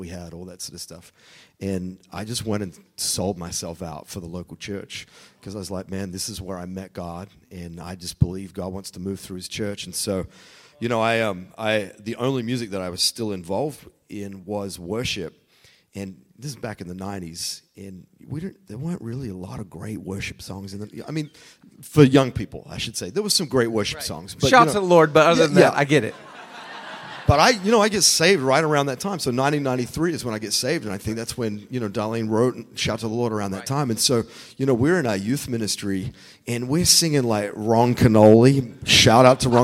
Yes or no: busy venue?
yes